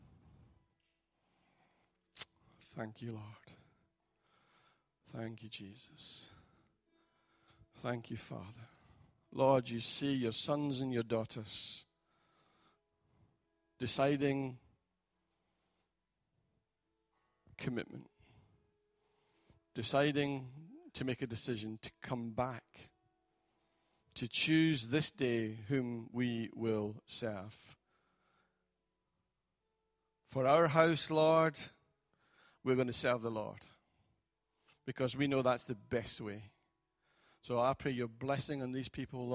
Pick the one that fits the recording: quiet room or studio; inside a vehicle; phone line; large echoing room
large echoing room